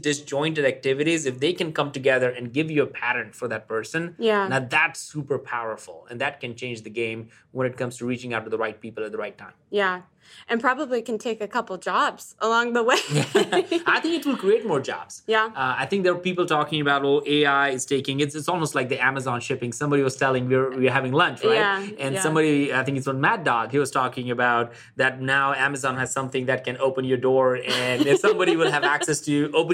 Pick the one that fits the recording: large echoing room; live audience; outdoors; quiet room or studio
quiet room or studio